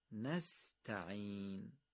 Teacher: این سین رو یه ذره با عنایت بگیم که ت تبدیل به سین نشه. نستعین.